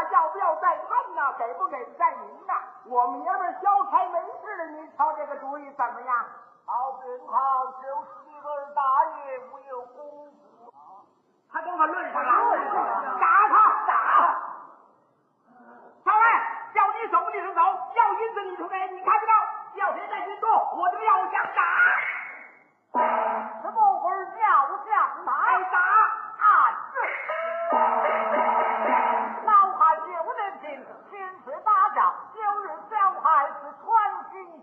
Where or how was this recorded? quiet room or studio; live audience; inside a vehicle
live audience